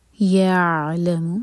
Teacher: عین ساکن پر تھوڑا ٹائم دیں تاکہ اس کا حق ادا ہو اور قلقلہ نہ ہو